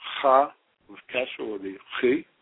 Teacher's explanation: Scraping the back of my throat a little bit.